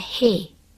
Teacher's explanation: Tenemos la I larga que suena en la palabra he, que es igual que la I en español.